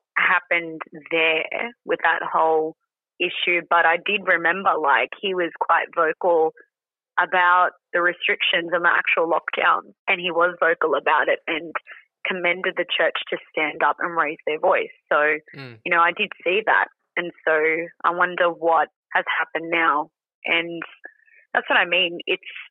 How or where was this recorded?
phone line